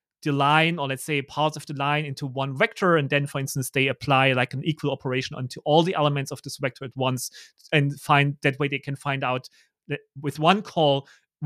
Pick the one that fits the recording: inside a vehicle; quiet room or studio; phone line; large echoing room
quiet room or studio